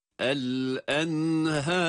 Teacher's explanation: Har sesi olacak ama har sesi olmayacak. Yani ha'yı ince bir sesle uzatarak okuyoruz fakat ra kalın olarak telaffuz edilmelidir.